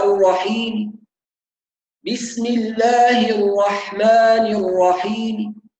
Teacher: جزء من الكسرة، ثلث كسرة بصوت منخفض · Term: الروم